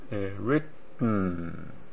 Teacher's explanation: 舌先が離れずにですね、そのまま、溜まってた息というのが鼻の方に抜けてそのまま N にすり替わってしまうんですよね。 · Term: 鼻に抜ける tn dn